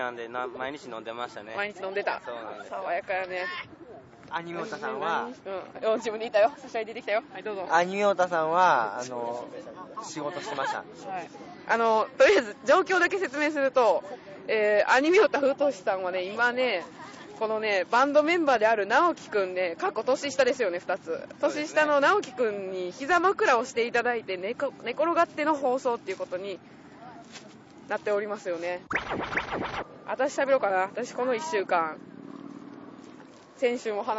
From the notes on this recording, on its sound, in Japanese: BBQ大会で酔いつつ。淀川河川敷でバーベキューをした一行。音量は収録中に危惧しているよりかは、なんとかというレベルまで抑えることに成功しました。